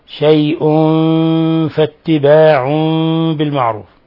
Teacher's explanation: تنوين ضم جاء بعده الفاء، الحكم التجويدي إخفاء حقيقي